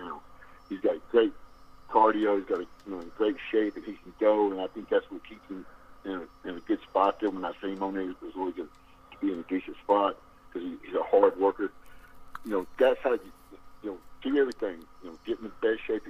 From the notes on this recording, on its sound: over the phone